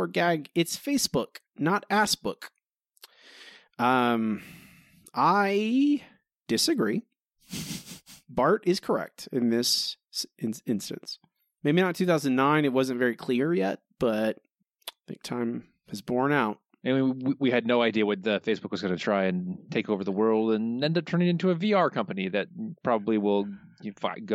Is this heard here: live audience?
no